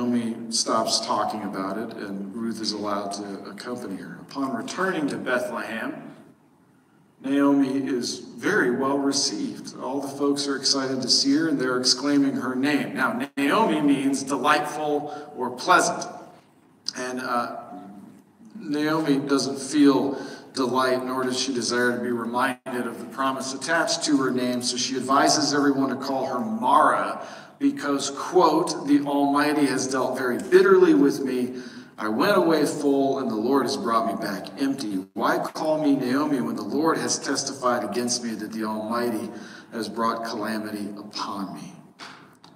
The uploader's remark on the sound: While "recorded in the bathroom" isn't really what we're going for in our sermon recordings at SBCne, sometimes things just don't work like they're supposed to.